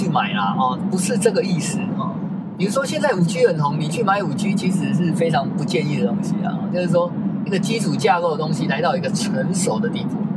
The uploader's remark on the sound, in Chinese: 在車子行進中錄音的碎碎唸，歹勢......收音技術學習中。